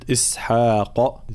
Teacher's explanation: بعض الكلمات الانتباه إلى التفخيم والترقيق، كلمة إسحاق نبين كسر الهمزة إي ثم الحاء مرققة